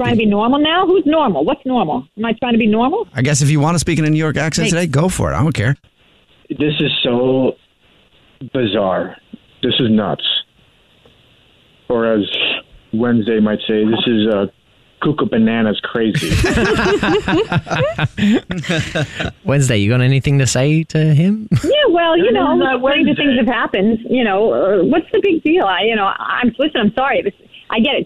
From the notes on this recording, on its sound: Set up his friend's wife in this Phone Prank.